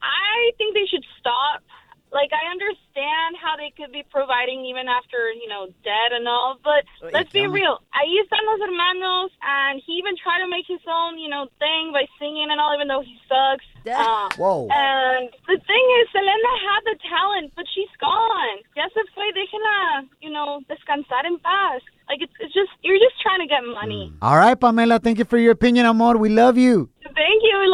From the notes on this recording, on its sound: we opened up the phone lines